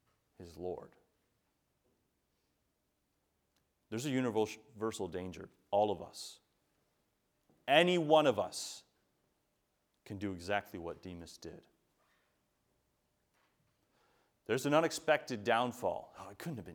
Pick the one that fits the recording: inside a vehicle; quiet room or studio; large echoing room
large echoing room